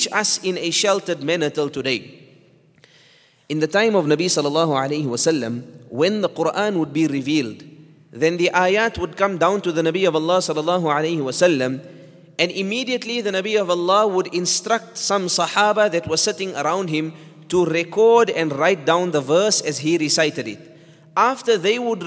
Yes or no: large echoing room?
yes